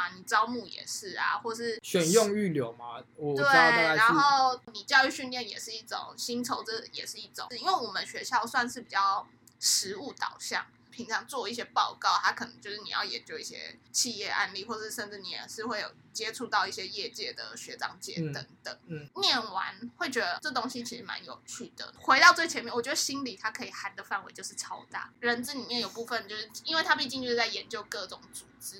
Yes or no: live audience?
no